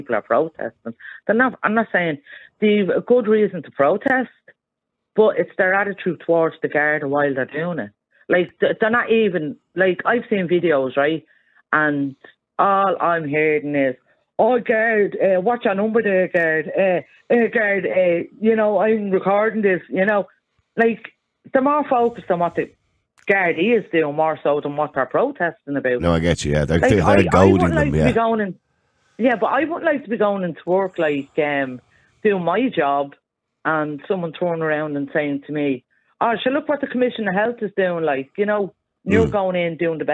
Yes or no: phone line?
yes